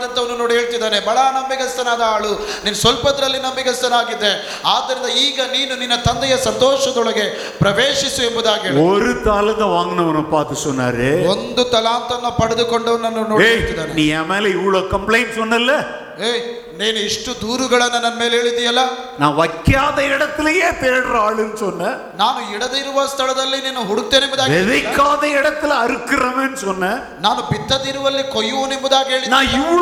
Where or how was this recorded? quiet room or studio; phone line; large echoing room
large echoing room